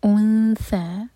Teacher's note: انثى، حمزہ پر ضمہ ہے تو ہونٹ گول ہوں گے، جب ہم اخفا کریں گے ثا کے لیے تو ہونٹوں کو پھیلا کر پڑھیں گے۔ انثى، اور یہاں پر سین کی آواز نہیں آنی چاہیے، میننگ بدل جائے گا۔